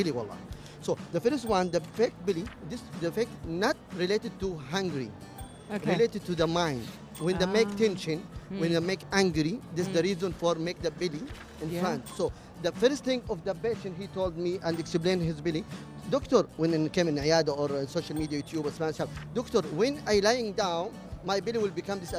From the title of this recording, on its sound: Live from SIBF 2023